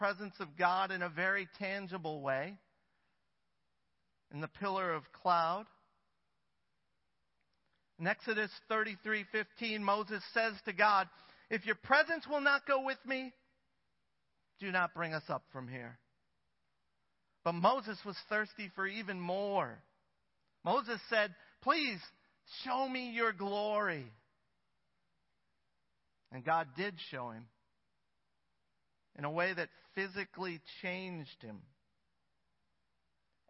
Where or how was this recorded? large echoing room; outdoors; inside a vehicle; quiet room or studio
large echoing room